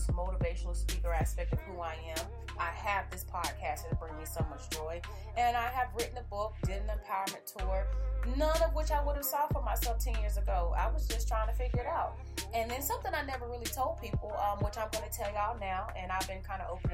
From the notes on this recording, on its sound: Half way through the show... I realized I ain't have the Yeti mic on.. I told y'all this was my first live!